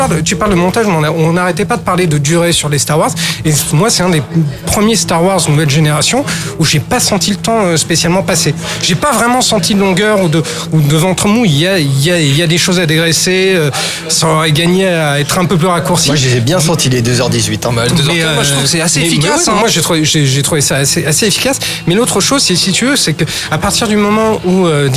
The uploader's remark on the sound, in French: Enregistré au Hurling pub (8 Rue Descartes, 75005 Paris), le vendredi 25 mai 2018.